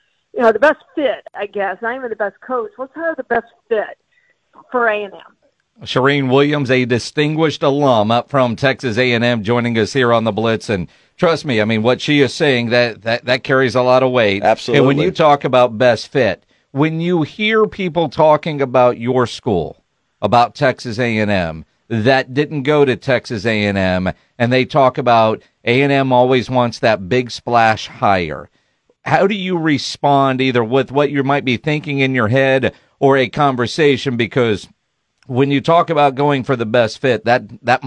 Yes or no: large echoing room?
no